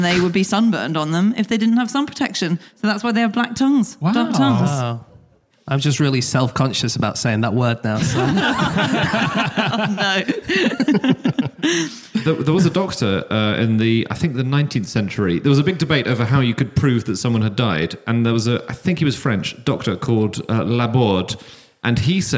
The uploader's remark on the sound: Live from Uffculme